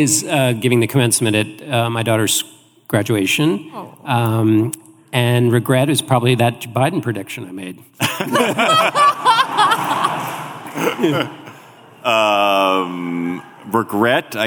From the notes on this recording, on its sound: Political Gabfest Live! Live at Sixth & I in Washington, DC.